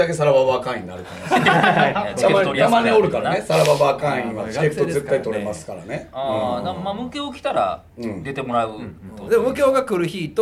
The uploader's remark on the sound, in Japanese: 単独ライブ『すご六』楽屋よりお届け。単独ライブ『すご六』東京公演が行われていた浅草公会堂の楽屋で収録しました。